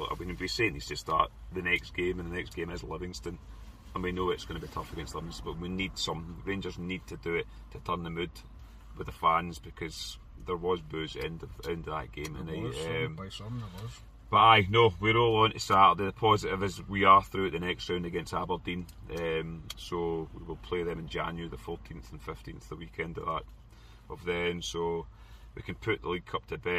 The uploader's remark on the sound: Bring reaction from the car after leaving Ibrox.